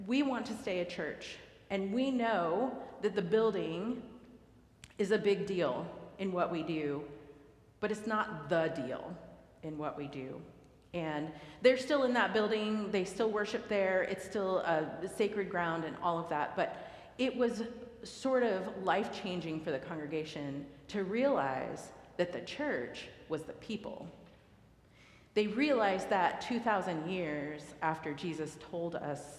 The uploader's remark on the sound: recorded live at the 10:00am service